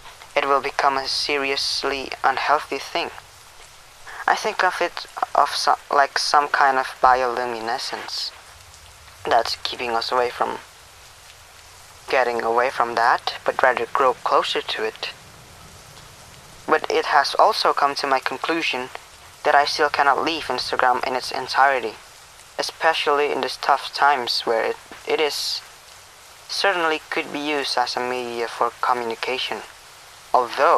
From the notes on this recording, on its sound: Yes i indeed recorded this in my car. Sorry for the duplicated audio on the podcast.